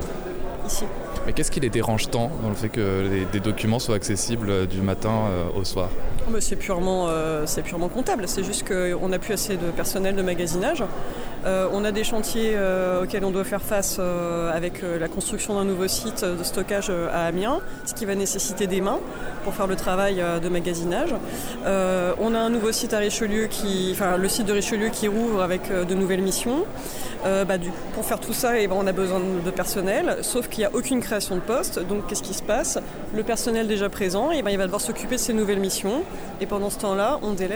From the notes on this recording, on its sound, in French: Reportage lors de la conférence de Presse du 15 juin. Le personnels de la Bibliothèque Nationale de France est en grève.